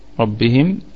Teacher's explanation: ربهم الراء مفخمة وبقية الكلمة مرققة